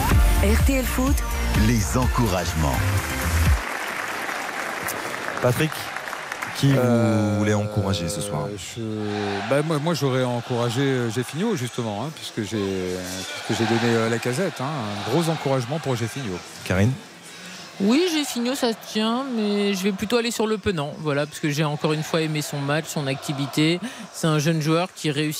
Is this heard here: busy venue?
yes